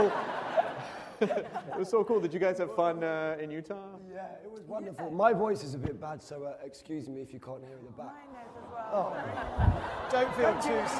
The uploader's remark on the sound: This is the 40-minute Q&A following sneak preview screening of the first two episodes of Doctor Who series 6 to a packed movie theater of Who fans in NY on April 11, 2011.